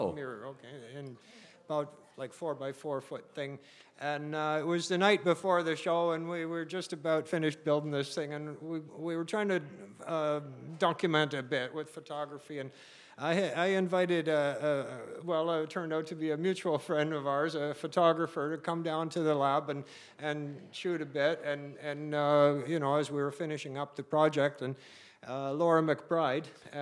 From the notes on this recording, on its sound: Beside The Point Live, full segments from our live 2nd season finale!